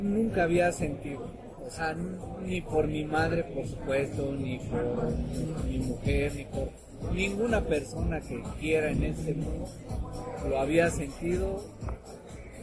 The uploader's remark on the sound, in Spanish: Salimos con grabadora a la calle y grabamos mientras nos recetábamos unos cocteles coquetos y una carne al carbón.